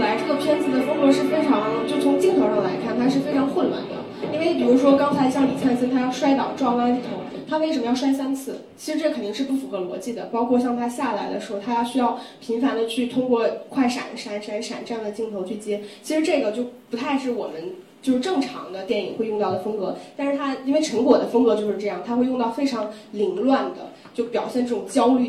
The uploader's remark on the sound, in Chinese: 讲座现场录音。